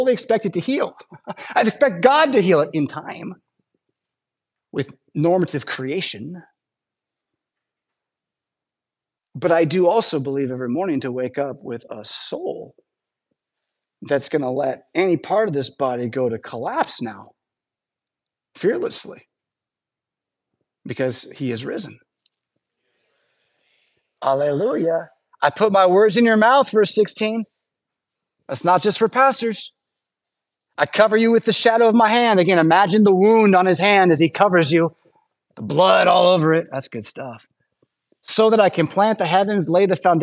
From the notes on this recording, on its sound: Preached at St Paul Lutheran Church , Rockford, Illinois on Sunday November 19th, 2023.